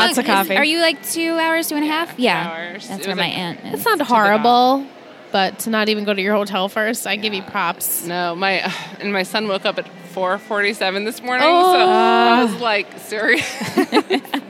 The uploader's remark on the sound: Recorded LIVE from TRIC.